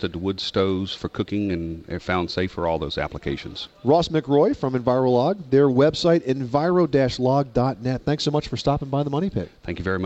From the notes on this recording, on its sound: Live from the National Hardware Show. Live broadcast from the 2010 National Hardware Show in Las Vegas, Nevada. Interviews with leading manufacturers.